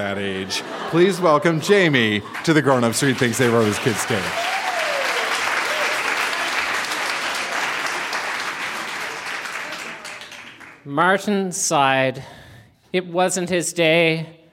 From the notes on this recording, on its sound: Recorded live at The Walper Hotel in Kitchener.